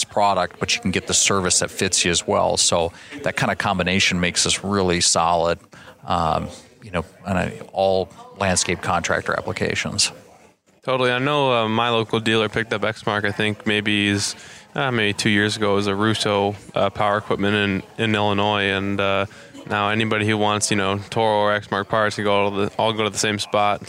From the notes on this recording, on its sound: In this special episode recorded at the Toro Content Creator event in Minneapolis.